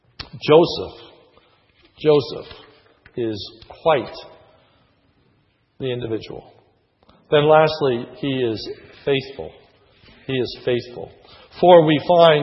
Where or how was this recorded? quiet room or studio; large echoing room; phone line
large echoing room